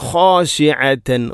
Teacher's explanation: ഖ തൊണ്ടയുടെ ഏറ്റവും മുകൾ ഭാഗമാണ് ഖ എന്നതിൻ്റെ മഖ്റജ്